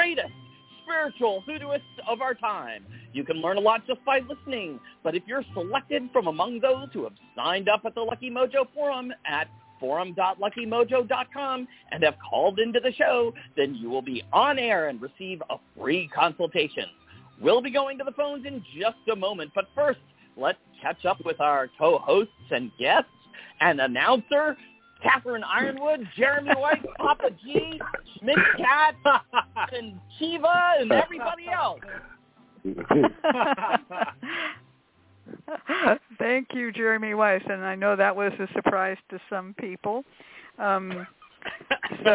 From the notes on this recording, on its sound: The Lucky Mojo Hoodoo Rootwork Hour is a real, live call-in show. Via ZOOM!